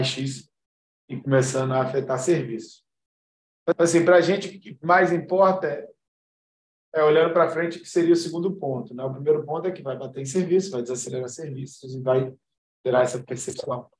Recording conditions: video call